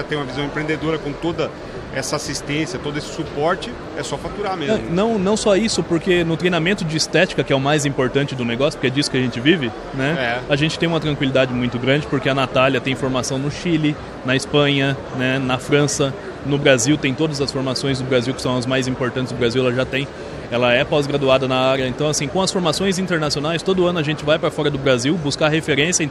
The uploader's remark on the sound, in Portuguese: Episódio gravado durante a ABF Expo 2022, em São Paulo - SP.